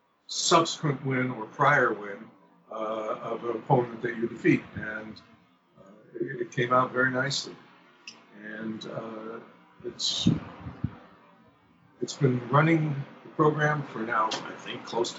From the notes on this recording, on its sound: We do apologize for the poor audio quality. Covid is taking it's tech toll.